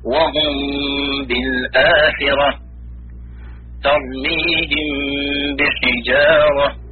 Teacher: فينطق حرف الميم على صفة بين الإدغام والإظهار · Term: إخفاء شفوي